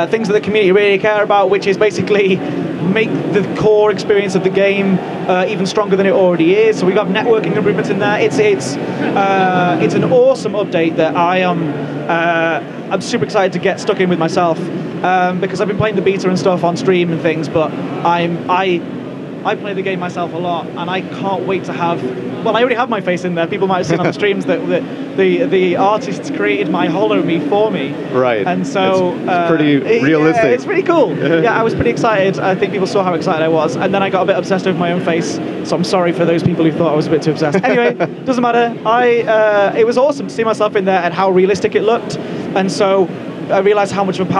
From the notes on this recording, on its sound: PAX East 2017. Audio captured from the floor of the PAX East Convention in Boston, Massachusetts, March 10th, 2017.